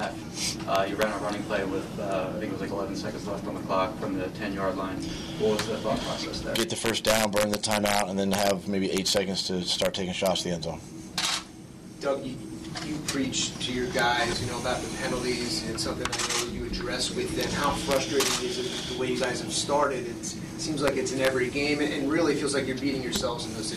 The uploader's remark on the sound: Press Conference